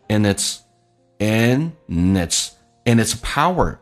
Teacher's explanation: results. And it's power you already have,是你已经具备有这样的能力。 and 跟 it's 有一个连音，我们知道 and 组合一般是用前面的 and, 把 d 去掉，用前面的 and 进行连音